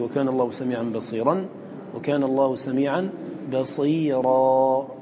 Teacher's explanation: فإن كان التنوين تنوين النصب فإنك لا تحذفه، لا تحذف التنوين، بل تبدل منه ألفا، فتقول فيه وكان الله سميعا بصيرا، وكان الله سميعا بصيرا، التنوين نون ساكنة تبدل منها ألفا والألف ساكنة، فلما أبدلت منها حرفا ساكنا كنت قد وقفت بسكون، فلما وقفت بسكون ما وقفت بسكون لم تحتاج إلى أن تغير الفتحة قبلها لأنك قد وقفت بالسكون.